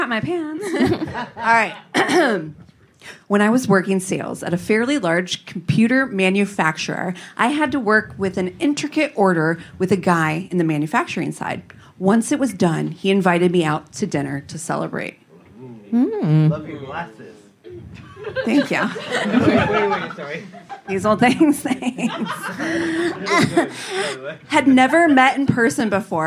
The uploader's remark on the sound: We've chosen to release the audio from our live show at the Dynasty Typewriter in Los Angeles.